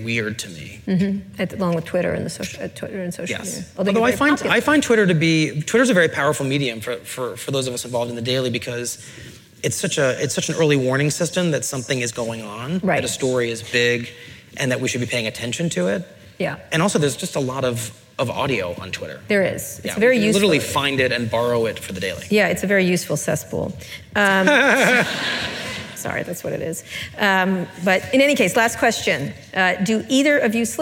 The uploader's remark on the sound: In front of a live audience at the 92nd Street Y in New York City.